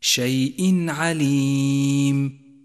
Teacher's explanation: جاء التنوين وبعده حرف العين، وهو حرف إظهار، والواجب هنا أن يظهر التنوين وأن يظهر حرف العين في اللفظ تماما من غير غنة أو تشديد · Term: الإظهار